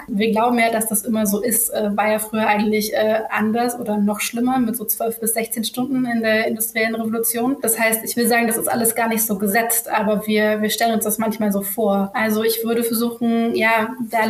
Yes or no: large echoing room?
no